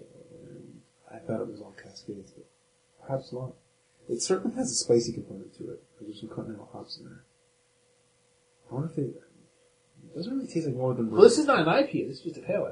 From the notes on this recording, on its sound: This show was a lot of fun to record, but we were hit up by the Evil future robots and the quality of the audio is not so good.